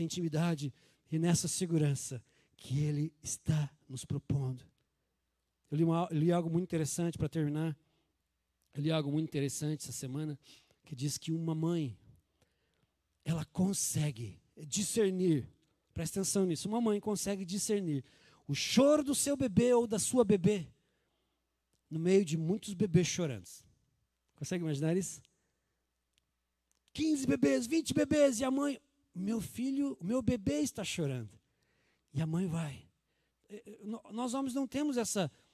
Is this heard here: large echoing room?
yes